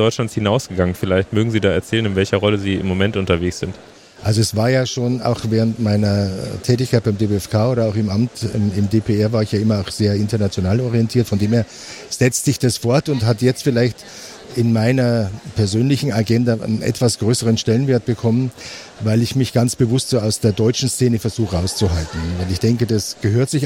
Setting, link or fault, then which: setting, busy venue